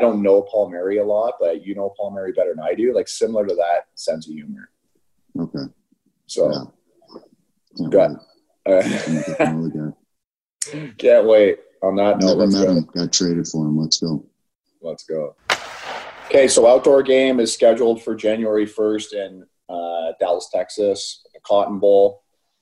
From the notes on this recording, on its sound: Despite some technical recording issues.